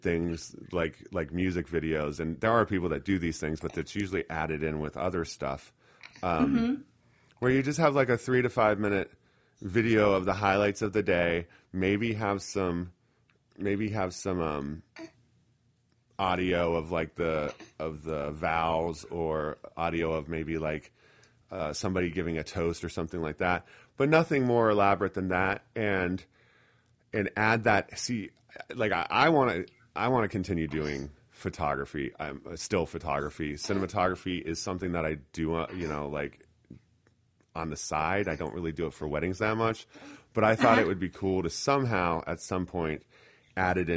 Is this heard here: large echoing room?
no